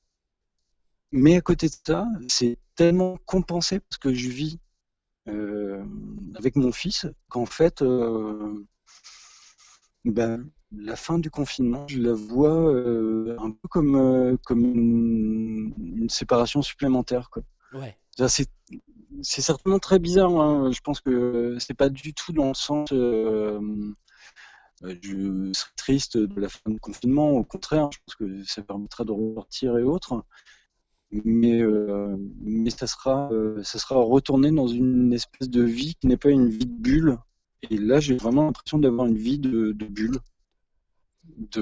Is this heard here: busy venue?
no